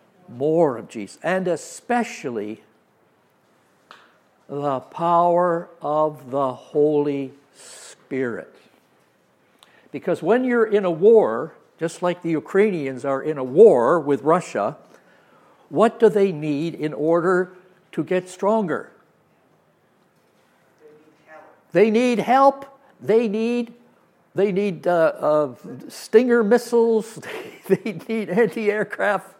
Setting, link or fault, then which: setting, live audience